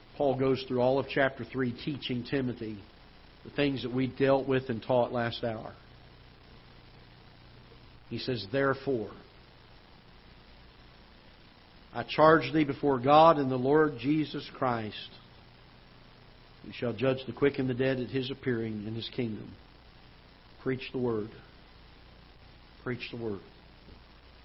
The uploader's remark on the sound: Ketha Heights Baptist Church ~ Live Broadcast